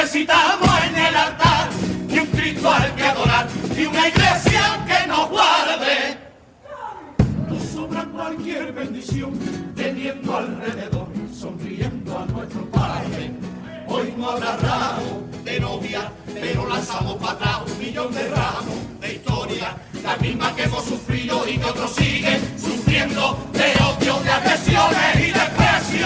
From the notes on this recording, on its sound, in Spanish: En la final del COAC 2024. En directo desde el Gran Teatro Falla de Cádiz, escucha la retransmisión del Concurso Oficial de Agrupaciones Carnavalescas del Carnaval de Cádiz 2024 en Onda Cero Cádiz.